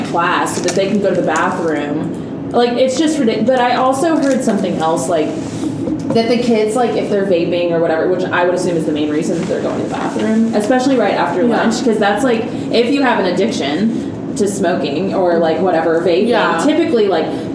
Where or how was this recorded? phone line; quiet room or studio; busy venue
busy venue